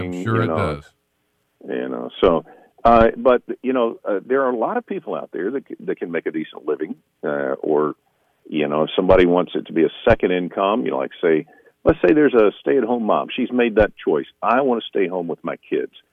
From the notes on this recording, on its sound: We talk on the phone with voice-over artist